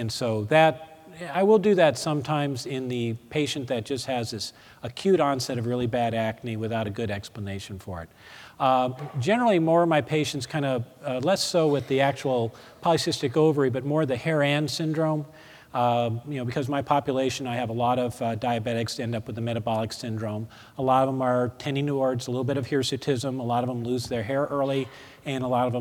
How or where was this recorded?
live audience